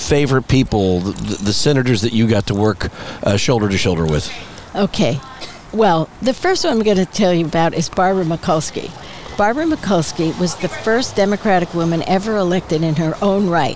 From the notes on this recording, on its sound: Recorded on the outdoor patio of Skip Paige's Little Bar in Palm Desert, CA.